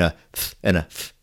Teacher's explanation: both of those are unvoiced consonants. That means the sound comes not from the vocal cords, but from the shaping of the mouth. And in both situations, you have, with an F, you have your lips kind of curled around your teeth.